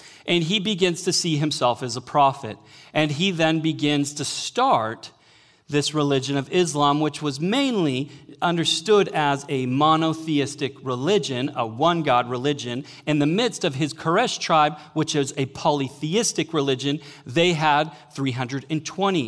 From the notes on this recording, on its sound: Sermon Audio From Northview Young Adults' Series.